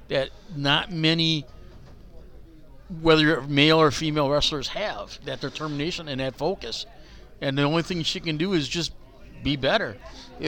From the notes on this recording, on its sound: Did a show live in the bar area of the Elks Lodge 400 before Brew City Wrestling Rise to Honor XV.